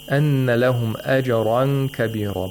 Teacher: Both ras in these two words have tafkhim. They have to be pronounced with the full mouth.